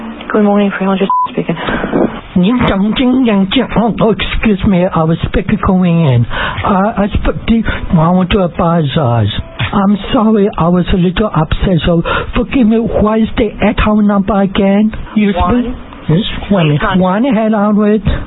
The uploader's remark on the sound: Prank Phone Calls Collection